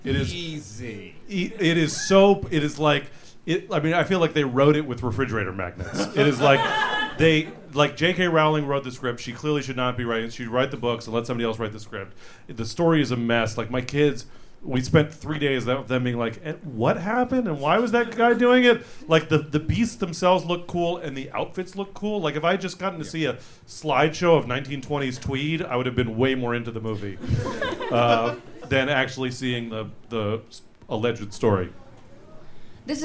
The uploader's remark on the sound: This episode was recorded in front of a live audience at The Setup in San Francisco.